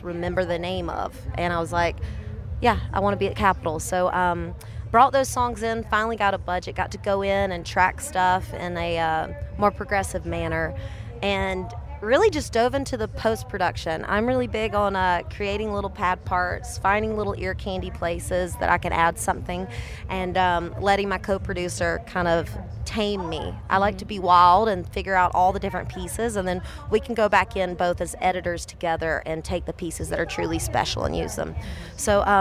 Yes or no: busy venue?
yes